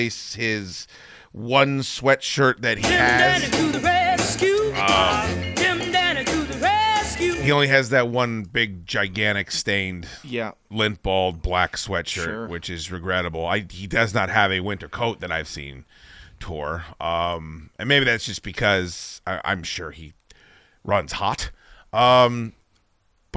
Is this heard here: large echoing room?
no